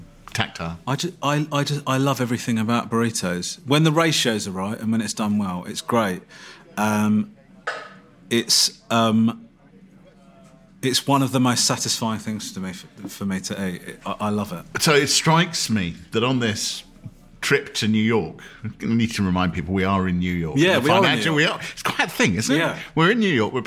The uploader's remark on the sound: A lively meal in New York City, for this episode of Out to Lunch recorded before lockdown. Lunch at Crown Shy.